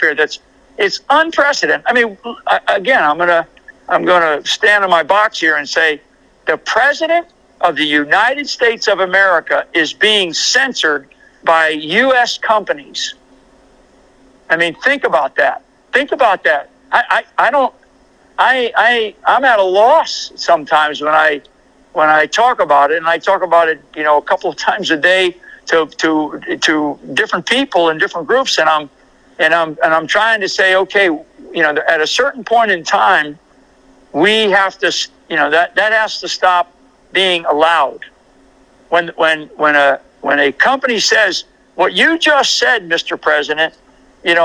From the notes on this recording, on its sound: Phone interview. AUDIO CREDIT TO WVW-TV.